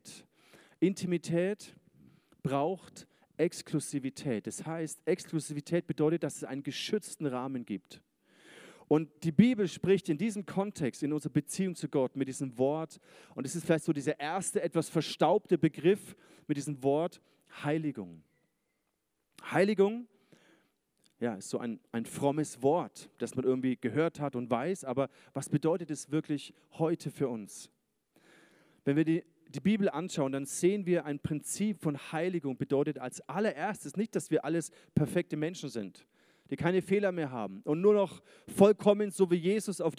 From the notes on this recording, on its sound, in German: Sonntagsgottesdienst. ICF-Nürnberg.